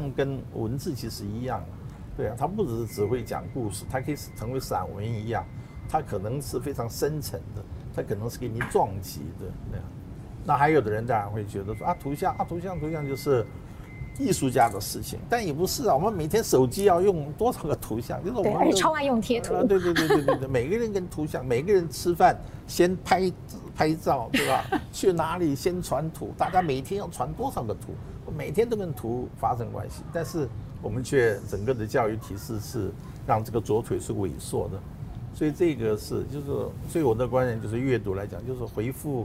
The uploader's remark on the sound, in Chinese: 本集於開放式場地錄音，難免受環境音干擾，還請包涵見諒。